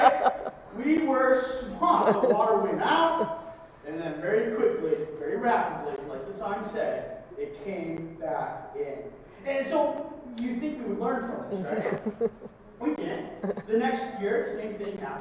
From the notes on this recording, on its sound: Due to technical difficulties the sound quality of this week's sermon is less than our standard